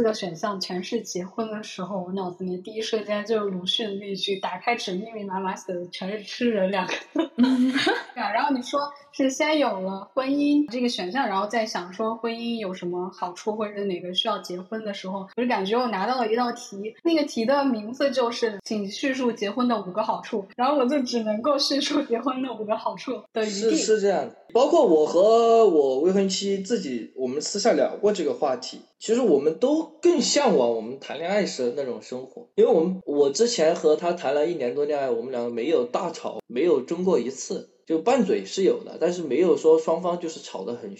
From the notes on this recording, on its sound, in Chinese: 此播客目前为线上录制 因为我们几个人都不在一个地区甚至一个时区 音质上无法保证